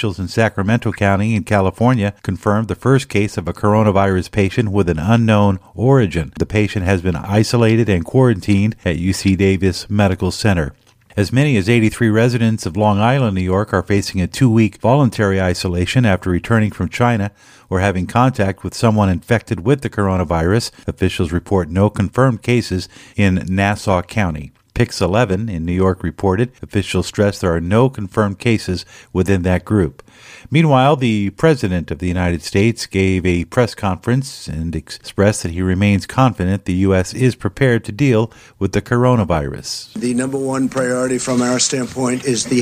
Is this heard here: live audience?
no